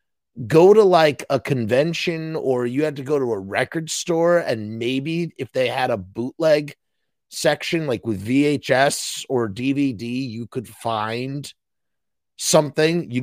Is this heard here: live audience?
no